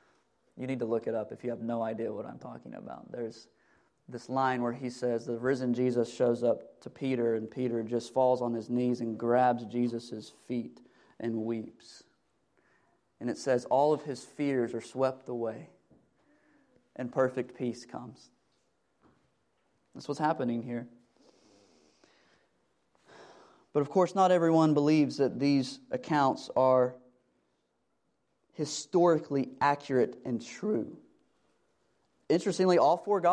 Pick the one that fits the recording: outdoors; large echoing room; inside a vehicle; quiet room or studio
large echoing room